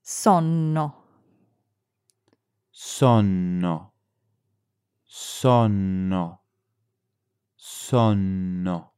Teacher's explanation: Double letters in Italian are nice and long. To draw them out like Italians do, you almost have to imagine a little pause in the middle. · Term: double N